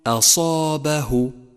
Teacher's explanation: فرقق الهمزة وفخم الصاد ولا تخلط بينهما، فالصحيح أن تقول أصابه، وخطأ أن تقول أصابه، وهذا خطأ شائع. · Term: ترقيق الهمزة